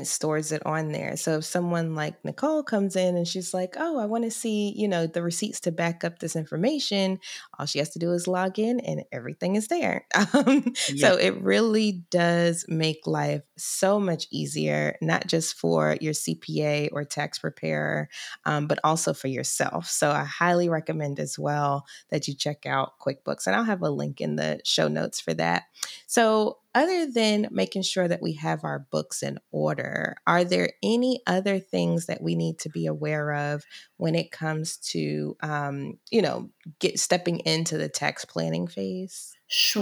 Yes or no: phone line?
no